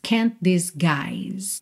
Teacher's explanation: você junta o T de can't com o D de disguise